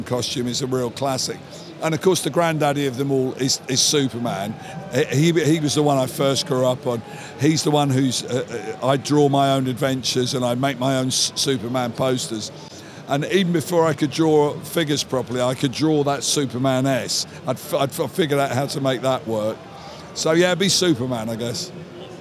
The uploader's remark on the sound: At New York Comic Con NYCC 2017. At NYCC 2017, we sat down.